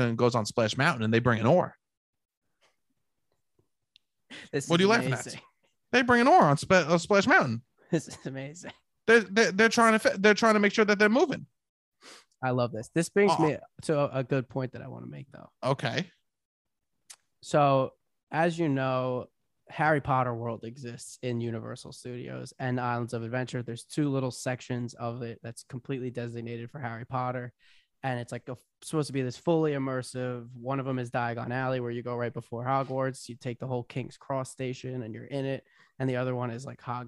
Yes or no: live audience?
no